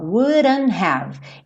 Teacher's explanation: Percebe que o wouldn't, esse T, foi comido